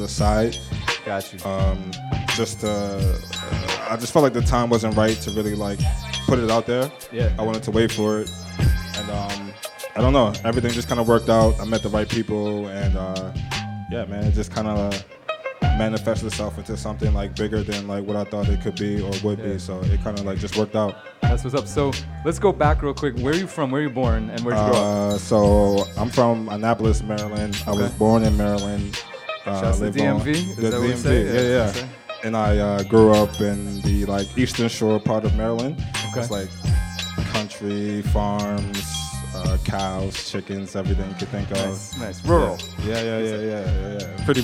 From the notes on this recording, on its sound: Originally broadcast live on June 28, 2018 from the storefront of Kinfolk 90 in Williamsburg, Brooklyn, New York City.